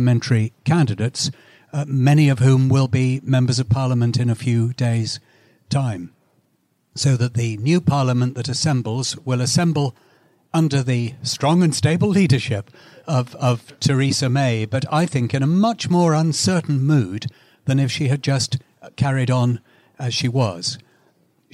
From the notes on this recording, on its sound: Prospect Big Election Debate 2017. A live audience.